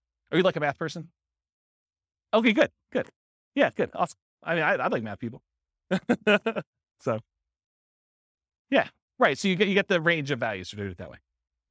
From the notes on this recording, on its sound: This was a live class recorded